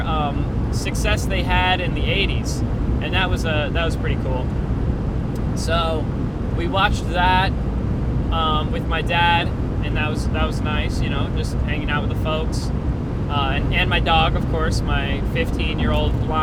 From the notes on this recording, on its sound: While driving home. Hope the audio quality wasn't to bad.